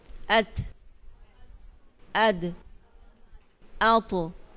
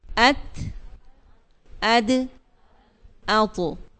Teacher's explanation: زبان کی نوک جو ہے ثنایا علیا، یعنی سامنے والے دو دانتوں کی جڑ سے لگ رہی ہے، تو اس سے تا دال قو ادا ہوں گے.